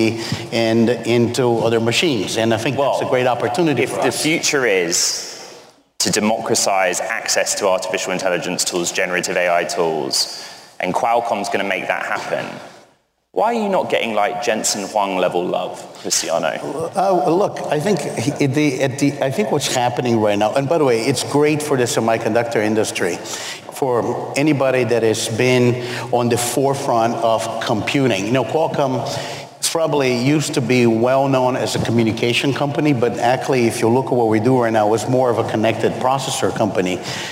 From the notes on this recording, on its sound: Bloomberg Technology is live from the Bloomberg Technology Summit in San Francisco.